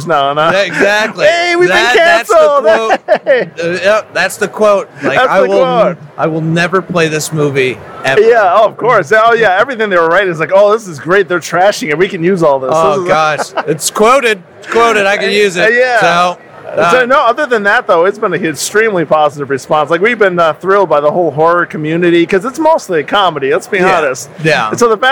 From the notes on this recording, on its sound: The Film played at Spooky Empire's film festival this year, and we had a small chat with him at our booth/studio.